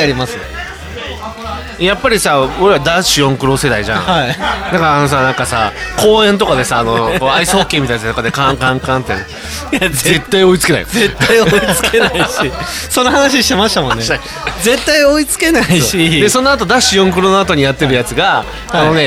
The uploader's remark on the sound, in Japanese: 愛知県東海市を中心に、お酒を呑みながらおじさんが喋るラジオ。今回は、東海市富木島町にございますキサイワ聖地の「とんちんかん」さんで収録！！